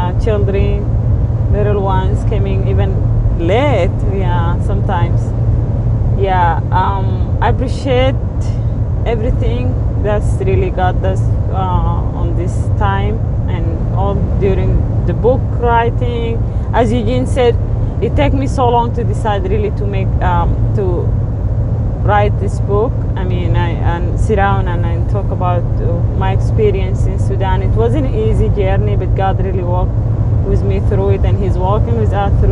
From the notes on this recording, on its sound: While driving between locations.